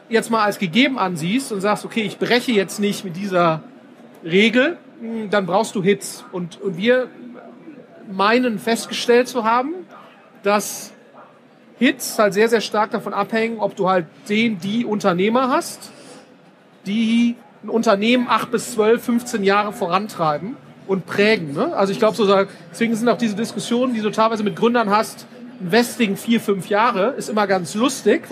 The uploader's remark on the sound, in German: Auf dem #OMR Festival in Hamburg